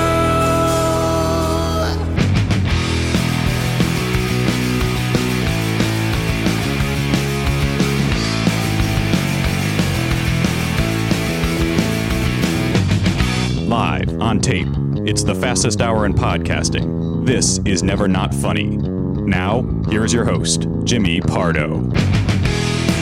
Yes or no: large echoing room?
no